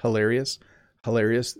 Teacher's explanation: The H is in the back of my mouth.